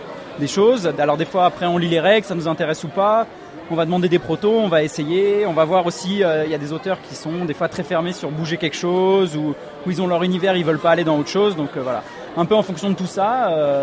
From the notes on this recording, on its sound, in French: Interview réalisée au festival international des jeux de Cannes édition 2015 par Ludovox.